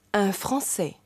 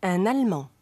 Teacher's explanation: Aber un allemand. Das N wird hörbar und wandert sozusagen zum folgenden Wort · Shown in: second take · hinüber. · Term: Liaison